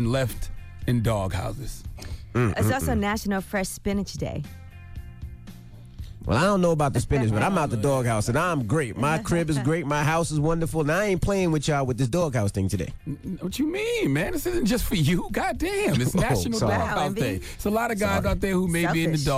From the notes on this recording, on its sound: We opened up the phone lines to see if any of our listeners are in need of making up to their partner.